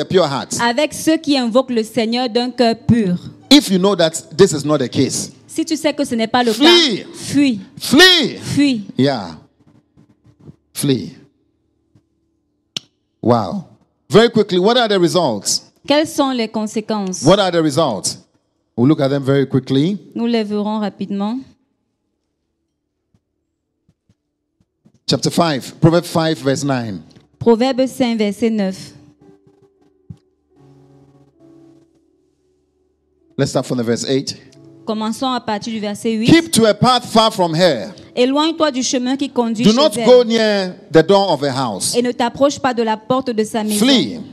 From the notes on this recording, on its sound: Preached during Joyful Hour Sunday Service